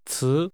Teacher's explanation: Word has a rising tone.